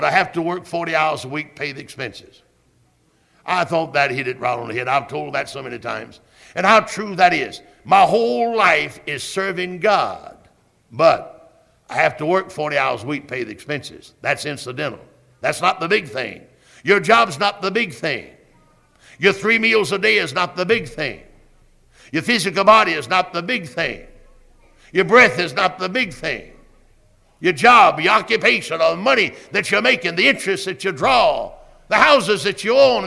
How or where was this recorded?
large echoing room